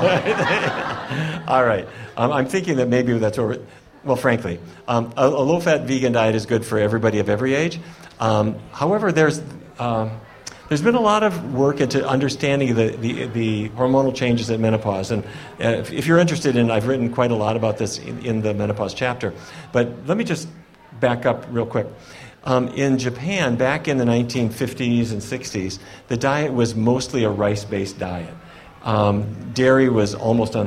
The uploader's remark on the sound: Live in front of a sold out crowd in Washington, DC.